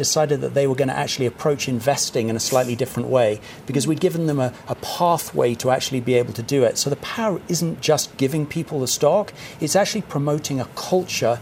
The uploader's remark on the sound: Today's show comes to you live from the World Economic Forum in Davos, Switzerland - the first in-person WEF since the pandemic began.